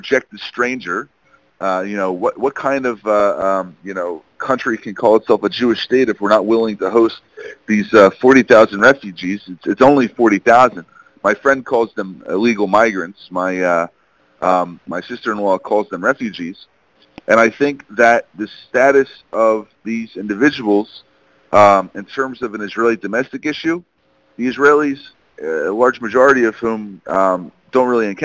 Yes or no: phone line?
yes